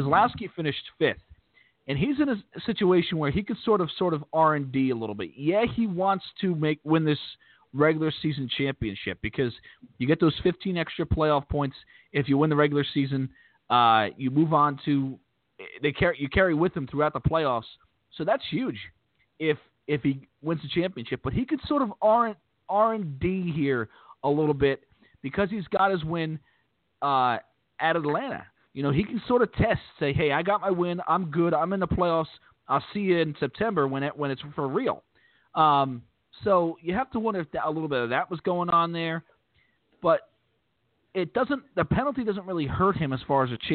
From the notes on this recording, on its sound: We'll also take phone calls from the fans